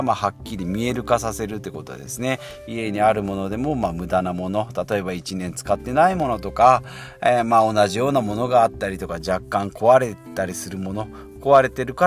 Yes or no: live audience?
no